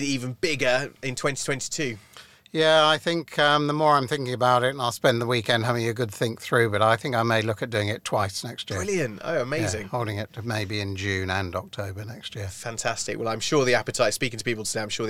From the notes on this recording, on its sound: In the back of the Podcab® to close the Brighton Business Expo.